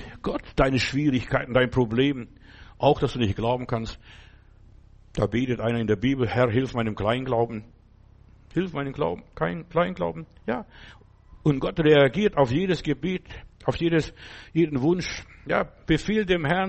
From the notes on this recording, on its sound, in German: im Gemeinde-Zentrum in Berlin aufgenommen